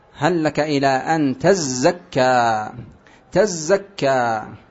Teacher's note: فأبدلت التاء الثانية التي هي قريبة من الزاي، أبدلت زايا وأدغمت الزاي في الزاي · Term: الإدغام